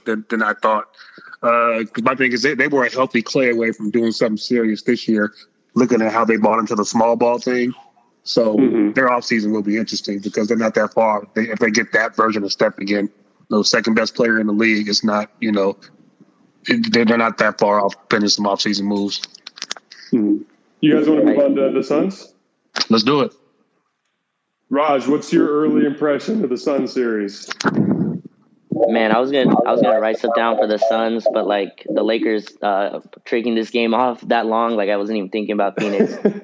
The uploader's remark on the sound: This episode is a recording of the postgame spaces after the Lakers nail biter victory over the Warriors.